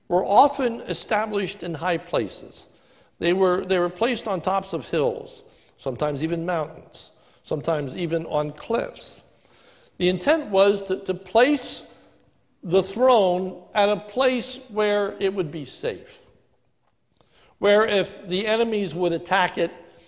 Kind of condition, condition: setting, large echoing room